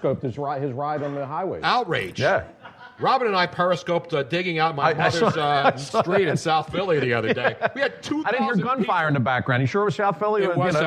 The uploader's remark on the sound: Another great crowd and fun night on the Podcast. Was upset with the slow internet.